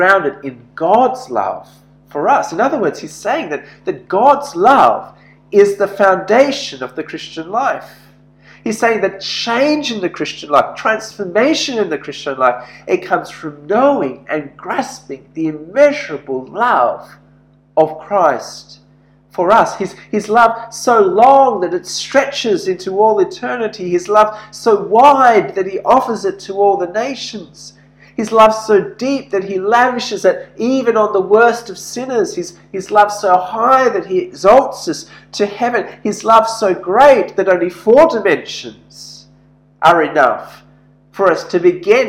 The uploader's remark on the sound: This sermon was preached at St George's Church Penang on 9th June, 2021.